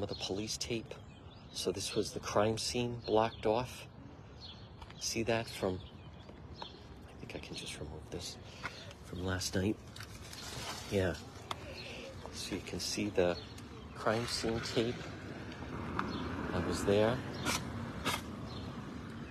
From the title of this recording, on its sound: on-the-scene Livestream in Chad Brown